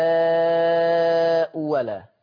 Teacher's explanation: مفتوحة الأولى ولا الثانية الثانية اللي مفتوحة فهتبدل الثانية واو ليه هتبدل الثانية واو لأن الأولى مضمومة